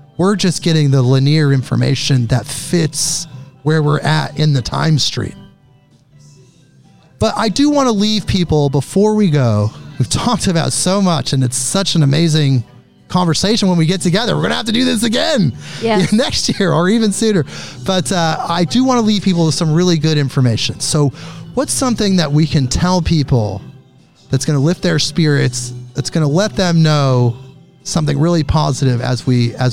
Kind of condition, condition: setting, busy venue